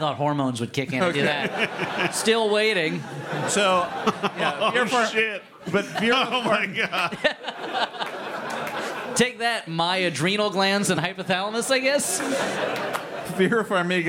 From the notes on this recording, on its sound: LIVE. Taped at Boston’s CitySpace.